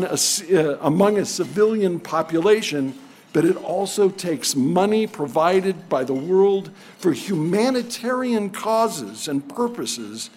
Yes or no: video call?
no